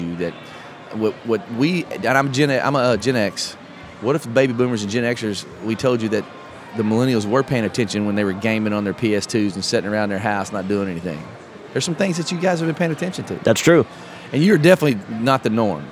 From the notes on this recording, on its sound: Live At Podfest 2017 Day 2